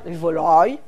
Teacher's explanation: On remarquera aussi un « a » d'arrière, un « a » vélaire, « volaille », avec un allongement